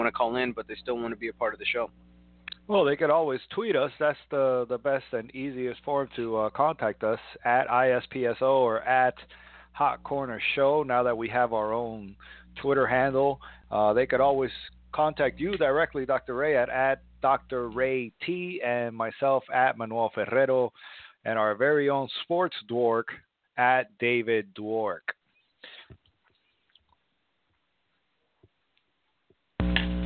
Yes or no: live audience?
no